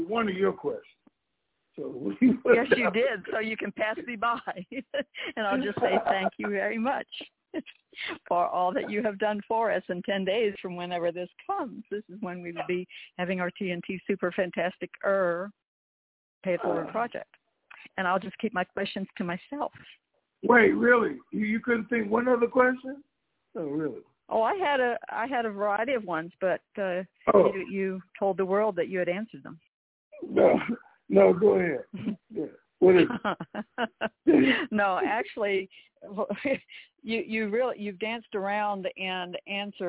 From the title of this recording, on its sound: TNTSuperfantastic Conference Call